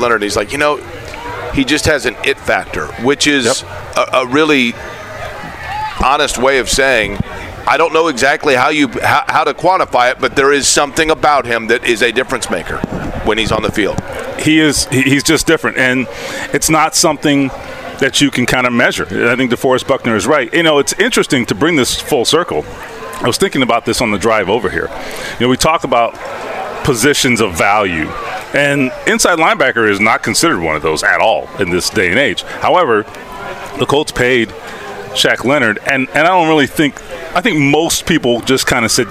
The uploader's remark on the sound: LIVE AT COLTS CAMP!